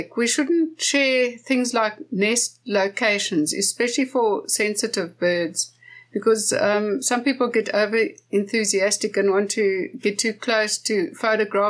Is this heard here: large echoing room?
no